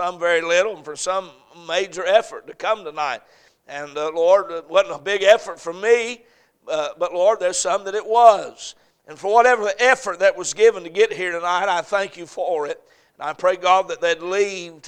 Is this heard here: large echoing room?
yes